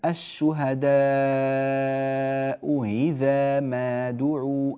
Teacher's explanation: التسهيل بين الهمزة والياء